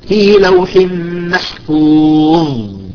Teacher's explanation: الظاء تحبسها على الأسنان حتى يخرج يعني النفس ينقطع